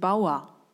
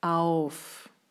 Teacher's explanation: Das A bleibt ein A. Das U wird aber fast wie ein O ausgesprochen.